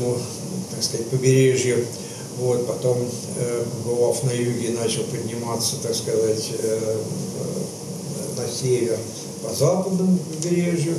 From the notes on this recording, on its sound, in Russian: Приносим извинения за качество звука: запись велась в живой рабочей обстановке.